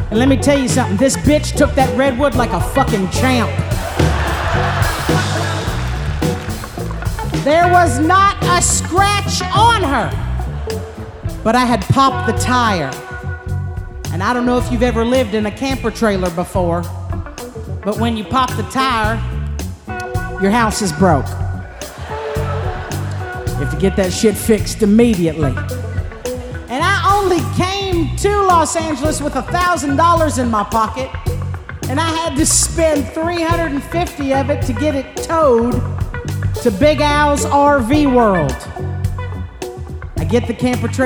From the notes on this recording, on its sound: Performed live at The Paramount in Oakland.